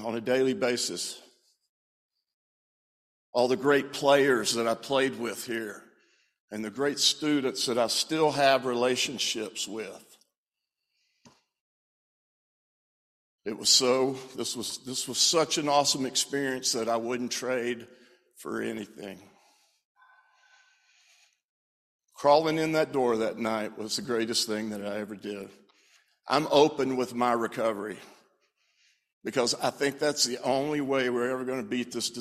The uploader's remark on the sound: acceptance speech as a Distinguished Alumni for Baylor Line Foundation's Hall of Fame 2022